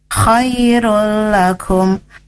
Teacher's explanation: Ada tanwin menghadapi huruf la, itu adalah idgham bila gunnah.